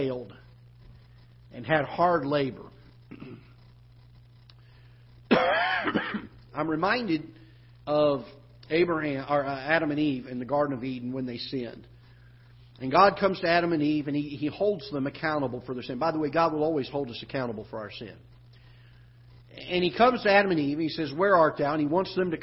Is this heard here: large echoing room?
yes